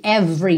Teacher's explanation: Every, você não pronuncia o E do meio